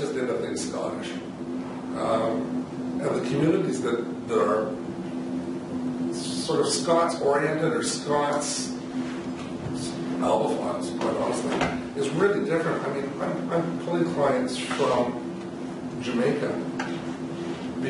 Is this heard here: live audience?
yes